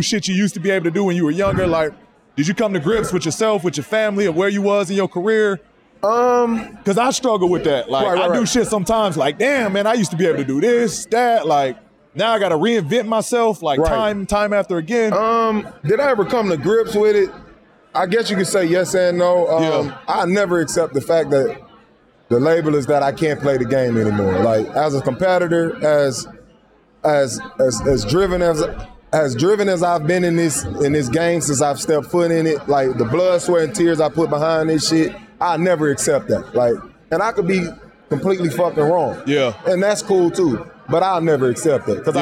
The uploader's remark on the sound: This episode of Podcast P was taped in front of a live audience during All-Star Weekend in Indianapolis.